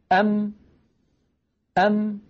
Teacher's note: انظروا إلى شفتي، أم كيف خرجت هذه الميم الساكنة؟ بتصادم الشفة العليا مع الشفة السفلى